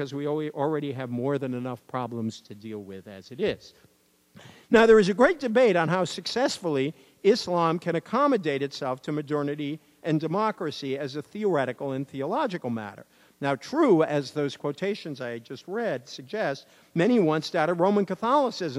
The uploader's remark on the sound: keynote address at Yale Divinity School’s Faith and Citizenship conference